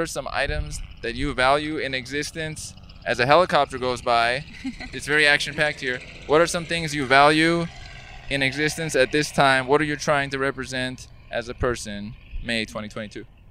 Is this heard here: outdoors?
yes